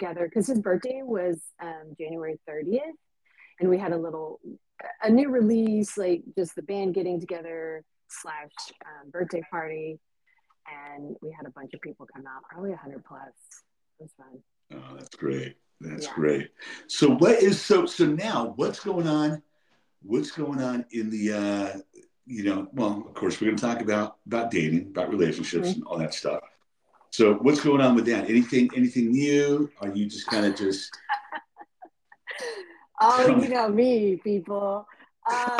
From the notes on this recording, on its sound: Sorry audio was choppy :(